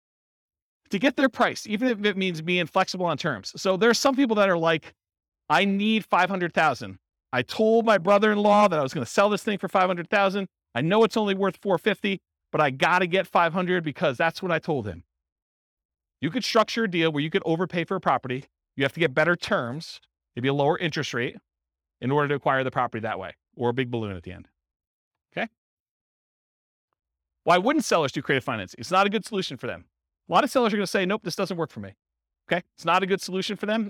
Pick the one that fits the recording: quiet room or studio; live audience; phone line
live audience